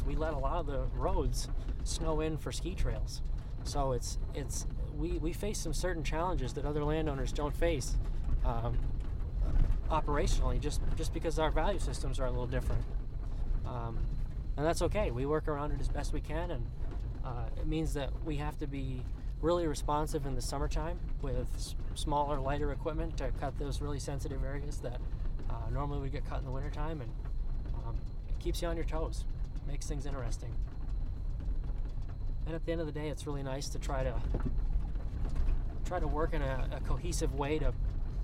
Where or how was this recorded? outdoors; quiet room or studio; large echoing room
outdoors